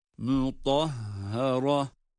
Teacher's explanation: Ta harfi kendi sesiyle kalın ama aynı zamanda ha harfi ince okunmalıdır